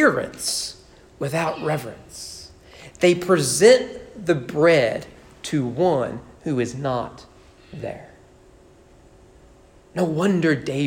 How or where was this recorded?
large echoing room